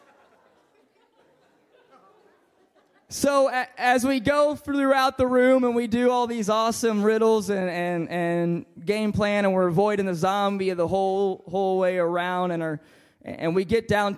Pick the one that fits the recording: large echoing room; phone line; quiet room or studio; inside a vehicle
large echoing room